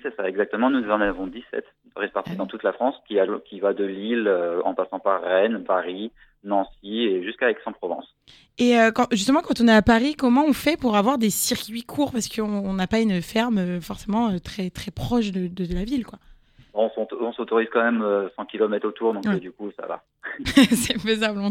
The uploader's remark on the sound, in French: Le chef exécutif du restaurant Chez les fils à maman est au téléphone avec nous